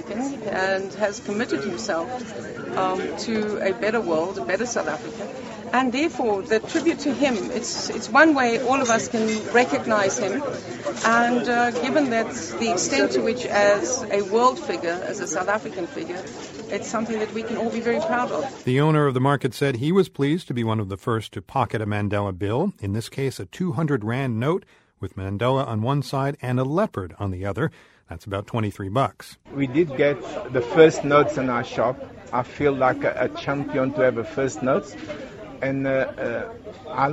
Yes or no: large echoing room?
no